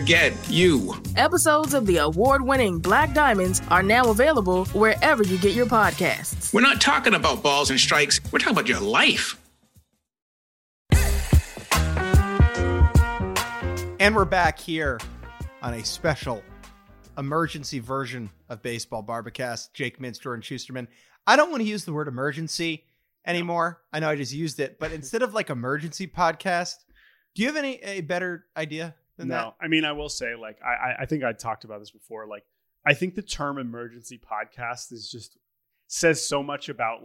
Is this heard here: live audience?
no